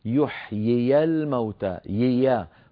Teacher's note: انتقال من ياء مكسورة إلى ياء مفتوحة